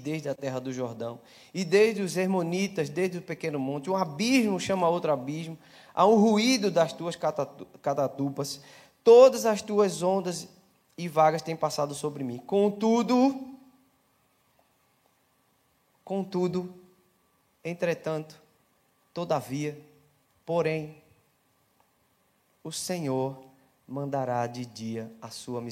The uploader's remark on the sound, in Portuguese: Celebração ao vivo